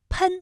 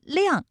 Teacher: 喷嚏的喷是前鼻音，它的韵母是 N，而力量大的量是后鼻音，它的韵母是 ang